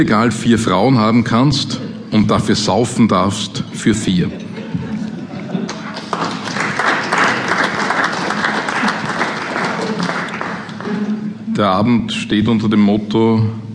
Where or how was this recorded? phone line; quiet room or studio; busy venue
busy venue